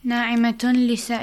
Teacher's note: So, when we merge, okay, that noon sound is merged with the lam. · Term: Idgham